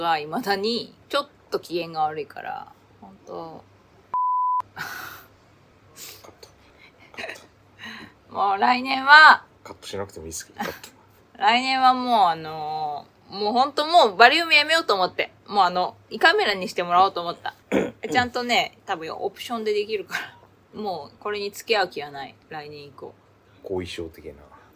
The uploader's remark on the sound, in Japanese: 機材・設定： iPhone13「ステレオマイク」アプリ／iPhone マイク-前面（Cardioid）／ファイル形式 PCM44.1kHz 32bit Float。